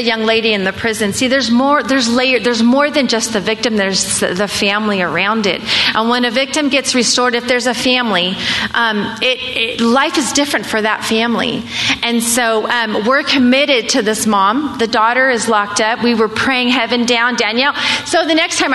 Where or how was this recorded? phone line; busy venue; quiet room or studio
busy venue